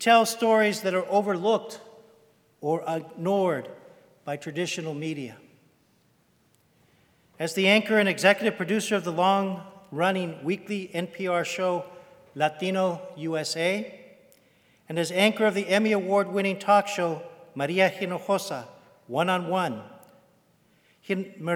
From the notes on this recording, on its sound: as part of the University of Washington’s Graduate School lecture series Equity & Difference: Rights at Kane Hall on November 1, 2017